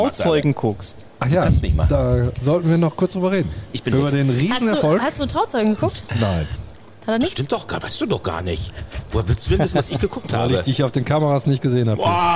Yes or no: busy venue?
yes